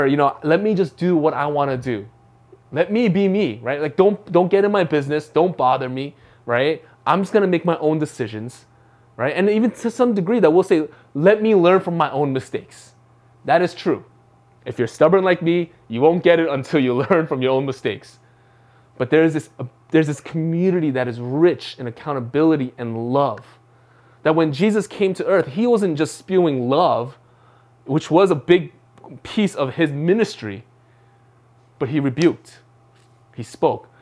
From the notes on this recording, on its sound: from the February 21, 2021 Live Worship Service